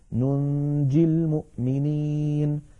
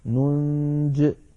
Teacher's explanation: لو وقفنا عليها نقف بحذف الياء كما رسمت · Shown in: second take · لأنها كتبت كذلك على نية الوصل ننجي المؤمنين.